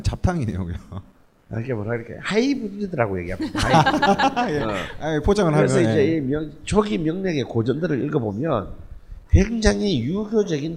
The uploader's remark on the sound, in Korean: 뻘쭘한 공개방송.